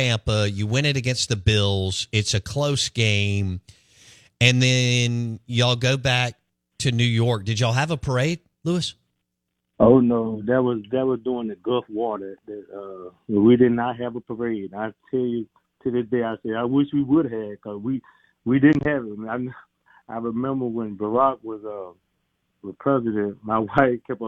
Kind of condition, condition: link, phone line